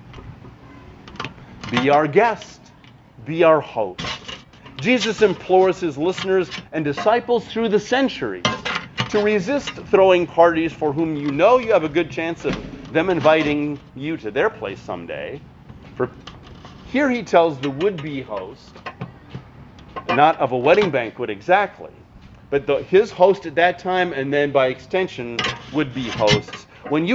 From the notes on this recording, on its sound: Since it was preached at an outdoor service, you will hear some extraneous sounds!